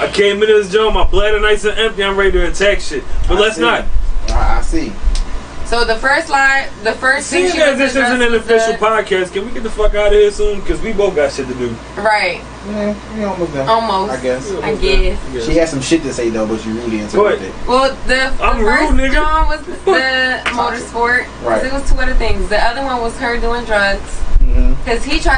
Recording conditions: poor sound quality